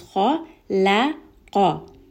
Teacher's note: kha is heavy, lam is light, qaf is heavy. Kha, you can put an H, lam, you can put an L, and then qaf, you can put another H.